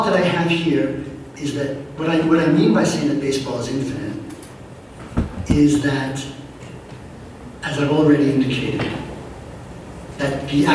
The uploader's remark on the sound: This Audio is courtesy of Seattle Town Hall Taped Live. The Forum.